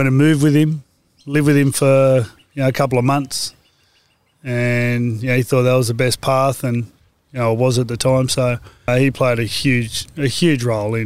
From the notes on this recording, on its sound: After a workout and some meditation together, we sat outside in the sunshine. This was the type of interview where you kind of forget that the microphones are there and everything is recording.